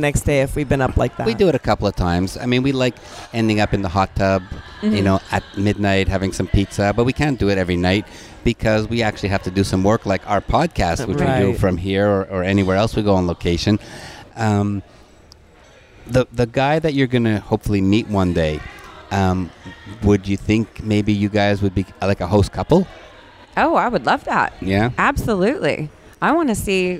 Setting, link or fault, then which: setting, busy venue